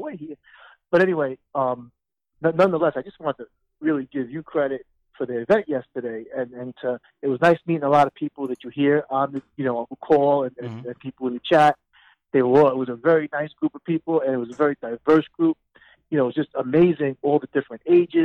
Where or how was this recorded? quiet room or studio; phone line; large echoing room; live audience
phone line